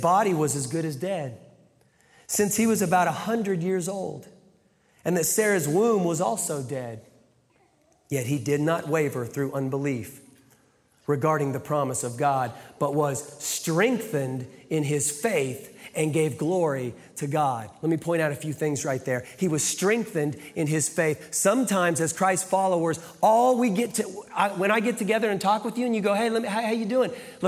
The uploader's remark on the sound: Live from the Brussels campus